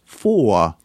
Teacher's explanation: the letter R, especially when it occurs at the very end of a word, although also in the middle, is frequently not pronounced. He wrote, "When final, the R often entirely disappears so that the word for, F-O-U-R, rhymes with law, L-A-W.